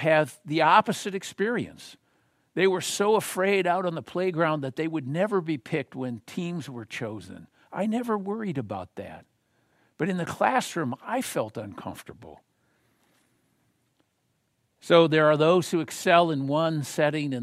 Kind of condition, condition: setting, large echoing room